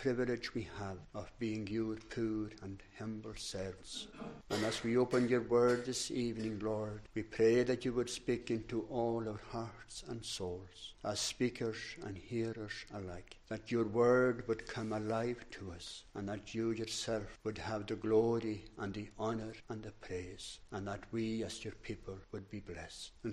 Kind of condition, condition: setting, large echoing room